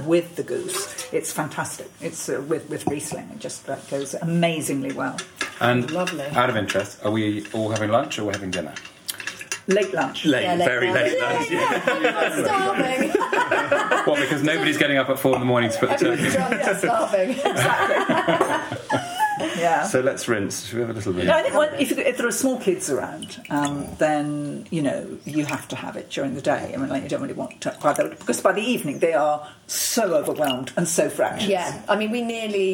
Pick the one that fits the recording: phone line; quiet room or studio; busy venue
busy venue